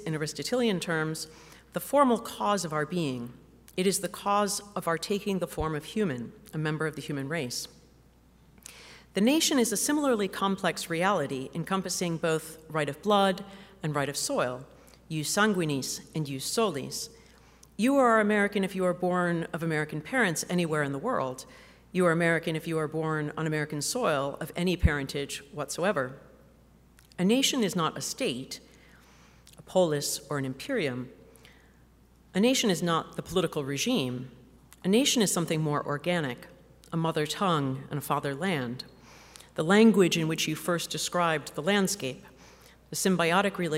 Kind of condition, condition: setting, live audience